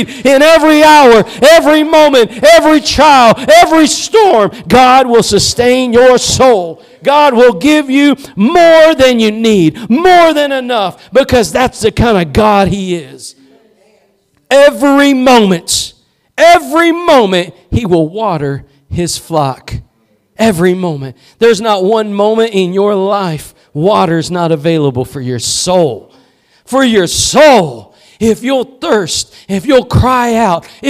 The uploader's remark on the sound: Preached at Gospel Lighthouse in Bossier City, La.